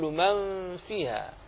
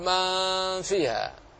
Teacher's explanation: تخفي النون الساكنة في الفاء أي تذهب إلى المخرج مباشرة · Shown in: first take · Term: الإخفاء